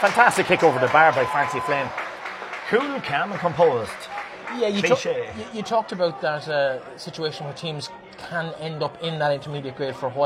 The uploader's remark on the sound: Live second half commentary from Avantmoney Pairc Sean MacDiarmada